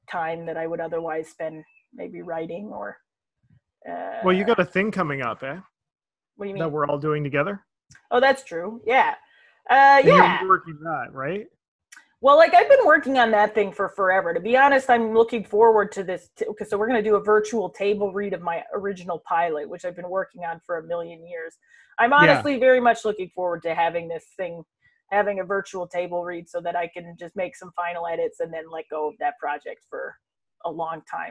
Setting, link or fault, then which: link, video call